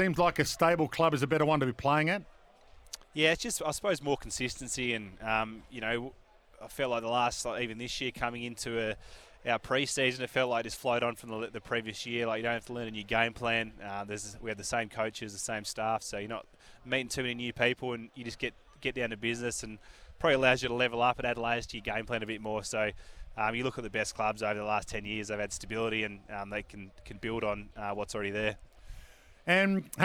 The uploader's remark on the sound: live at AFL Captain's Day